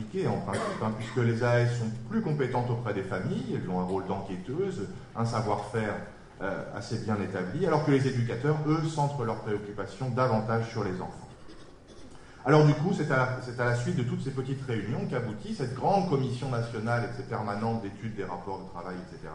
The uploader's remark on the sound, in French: Lors du colloque organisé le 29 janvier 2016 aux Archives nationales